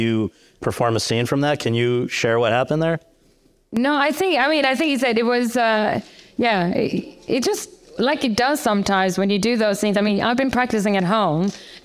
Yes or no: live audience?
yes